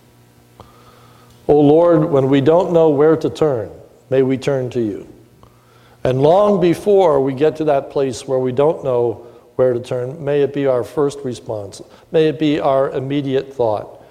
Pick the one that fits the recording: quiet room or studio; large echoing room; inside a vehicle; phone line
large echoing room